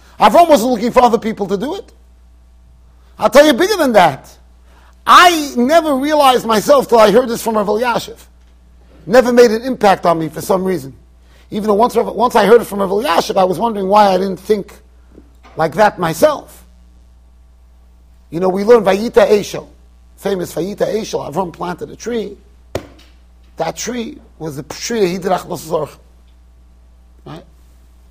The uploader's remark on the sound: Shiur recorded in Yeshivas Ohr Reuven, Monsey NY.